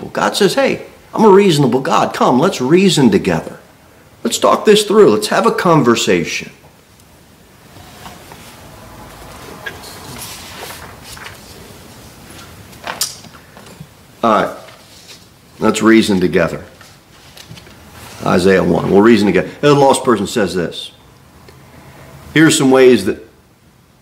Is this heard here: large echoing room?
yes